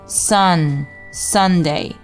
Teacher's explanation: 注意这个单词里没有中文的后鼻音嗯的音啊，它只有一个英文的前鼻音嗯的音，舌尖一定要顶在上牙龈上，然后让气流从鼻子里出去，去发一个嗯的音 Sunday 不要读成 Sunday。再来看第二个单词 Early，这个单词两个发音要点，首先看到字母 R 一定要卷舌去发一个 R 的音啊，不要读成 Early 而是 Early 啊，字母 Y 在这里发的是一个 E 的音，而不是 A 这种音啊，不要读成 early 而是 early，嘴角稍微用点劲儿去往两边拉扯，去发一个 e 的音 early。再来看第三个单